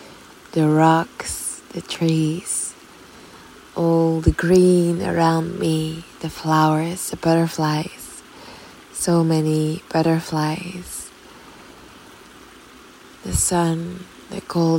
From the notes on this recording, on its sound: A short spontaneous episode recorded in between the mountains at the riverside